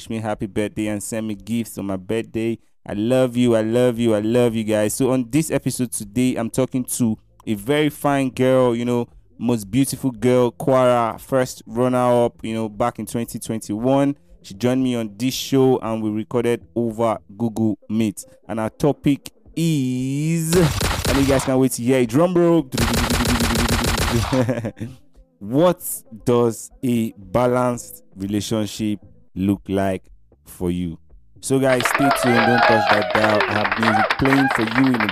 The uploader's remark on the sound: Over an AUDIO CALL Recording.